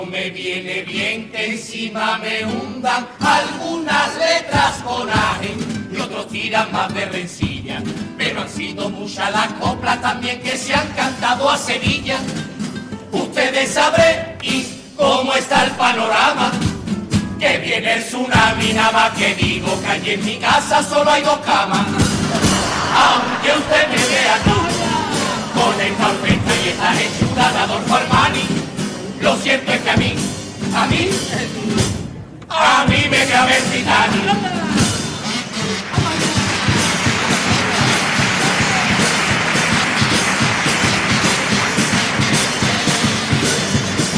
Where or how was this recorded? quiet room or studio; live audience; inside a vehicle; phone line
live audience